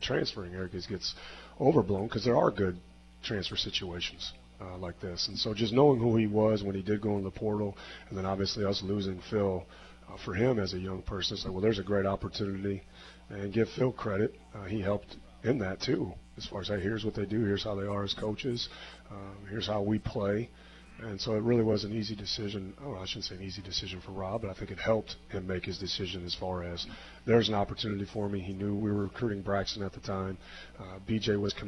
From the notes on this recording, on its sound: Live from Wings ETC!